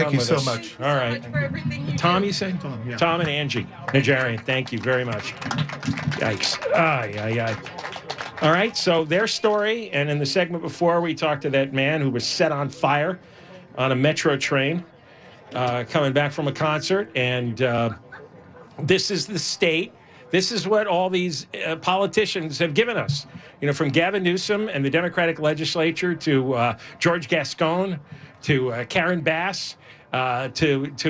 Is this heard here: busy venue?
yes